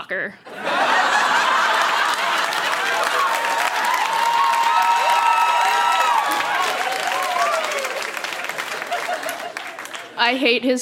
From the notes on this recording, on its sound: Recorded live at the Tranzac in Toronto, ON.